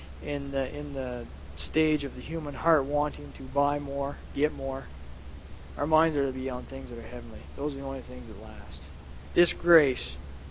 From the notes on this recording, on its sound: at The People’s Church of Somerville, NB